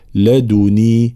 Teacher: يقرأها طبعا الإمام قالون بتخفيف النون